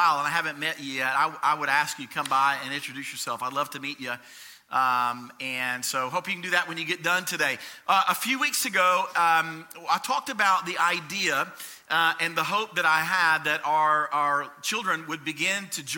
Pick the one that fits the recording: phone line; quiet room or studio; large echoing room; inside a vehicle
large echoing room